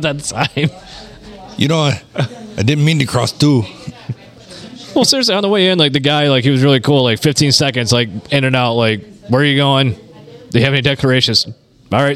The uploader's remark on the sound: Recorded at the Blue Water Sports Bar and Grill. Things get wonky on dollar beer night.